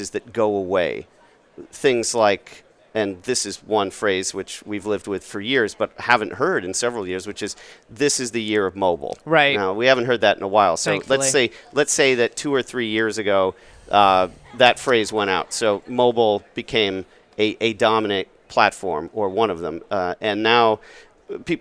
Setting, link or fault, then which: setting, busy venue